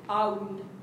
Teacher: So, in an uptune, if it's in tempo, it's going to go ah-oon. It's going to be 50% on the ah sound, 50% on the oo sound. If it's a ballad, it's going to go more like 80-20, so it's going to be ah-oon. · Term: 50-50 diphthongs